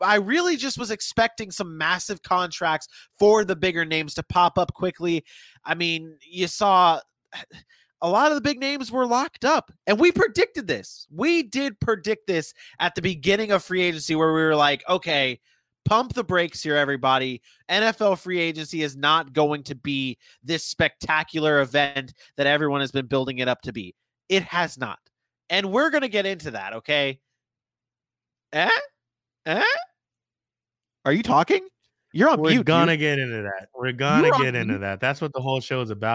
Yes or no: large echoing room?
no